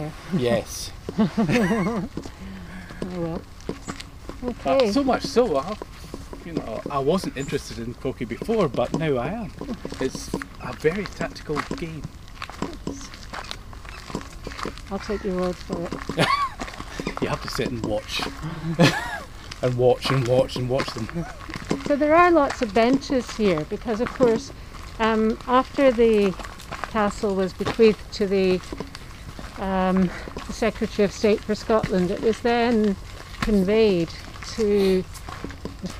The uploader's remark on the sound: A walk round the grounds at Lauriston Castle